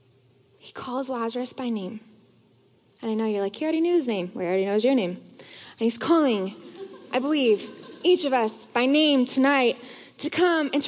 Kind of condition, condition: setting, live audience